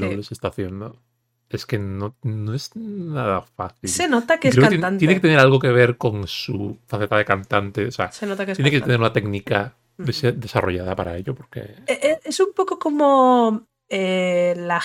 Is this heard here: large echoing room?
no